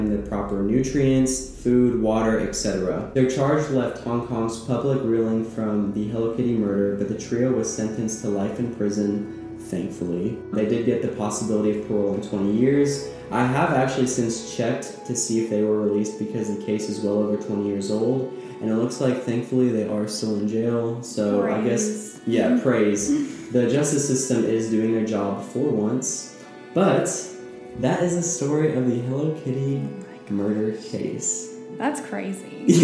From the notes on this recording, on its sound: Sorry for the echo!